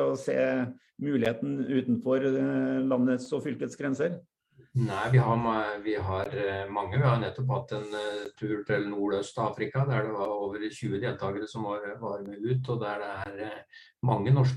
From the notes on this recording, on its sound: Live Zoom.